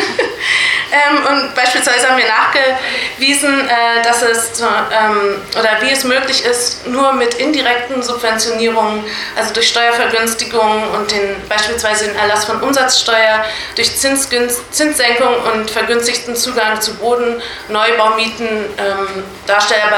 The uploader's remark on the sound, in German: Mitschnitt des Teil der drei der Veranstaltungsreihe "Rotes Berlin" der Stadt-AG der Interventionistischen Linken Berlin vom 10.01.2018